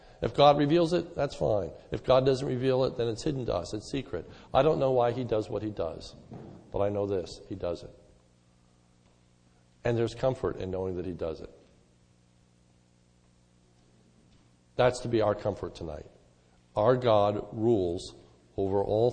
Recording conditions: large echoing room